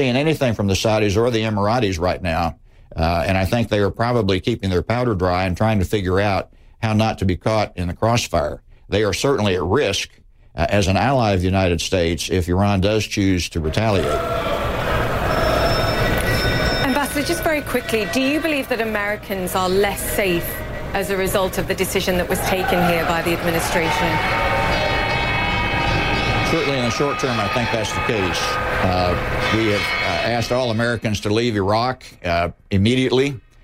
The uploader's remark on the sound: live from the New York Stock Exchange